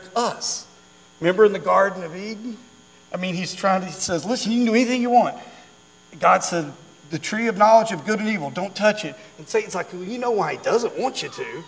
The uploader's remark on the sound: during our Wednesday night Live service